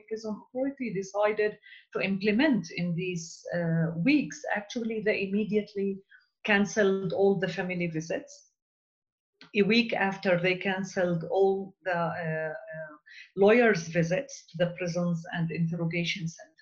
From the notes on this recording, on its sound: We will be speaking with our guests, one or several at a time, via Skype